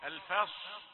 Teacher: الفاء رقيقة، الفاء ثم تأتي الصاد مفخمة، الصاد الفصل، ثم تأتي اللام رقيقة غير متأثرة بالصاد قبلها، لا يقول الفصل، لا، ليوم الفصل، ترجع إلى الترقيق مرة أخرى.